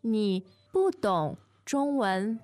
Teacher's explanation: it's a question in a sense. Yes. So you raise the tone at the end